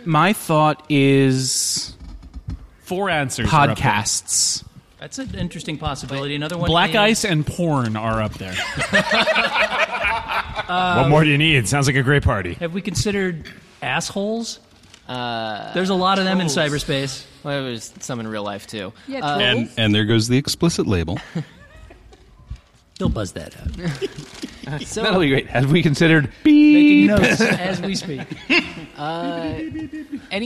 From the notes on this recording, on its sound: live from Anaheim